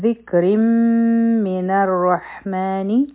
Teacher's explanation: ذکر من الرحمن په کاف باندې به مونږه همس کو. او په را باندې تنوین دی کسرتین دی نو دا را به نری ویلی شي